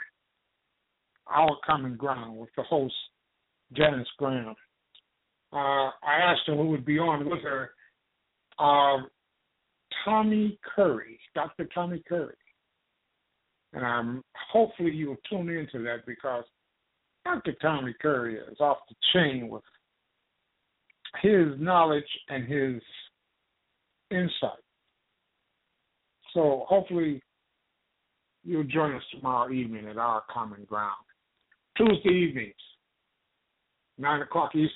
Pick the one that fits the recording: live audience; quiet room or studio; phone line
phone line